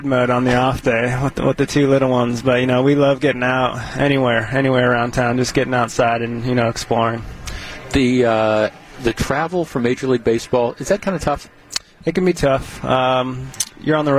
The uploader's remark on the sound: live in the dugout